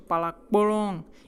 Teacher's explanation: у пала низкий тон, а болон там сначала высокий, потом низкий на самом конце